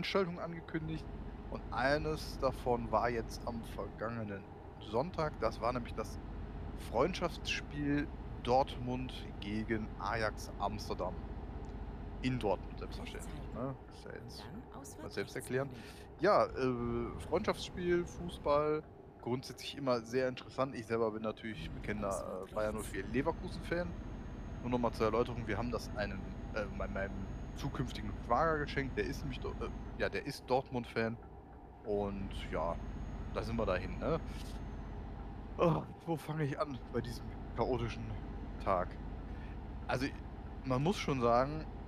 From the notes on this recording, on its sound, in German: In Diesem Podcast sind immer wieder auch Nebengeräusche zu hören. Das ist Absicht.